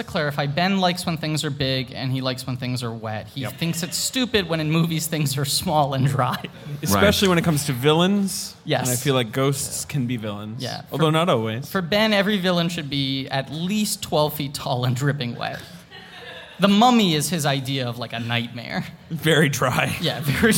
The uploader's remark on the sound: Live from the 19th annual Del Close Marathon in New York City